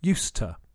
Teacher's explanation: We don't pronounce the ed part of the word used. It joins together with the to, and the to is weak